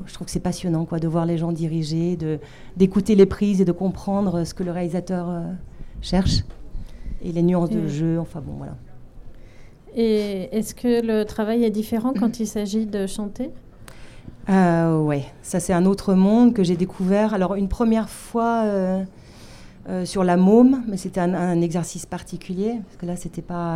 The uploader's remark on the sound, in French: CanneS Technique enregistré lors du 75ème Festival de Cannes sur le pavillon de la CST.